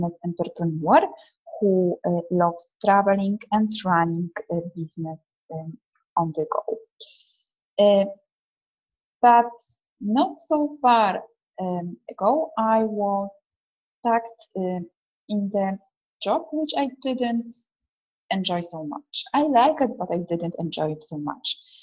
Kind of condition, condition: link, video call